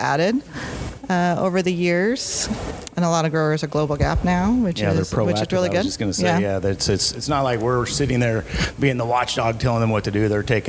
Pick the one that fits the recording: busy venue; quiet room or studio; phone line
busy venue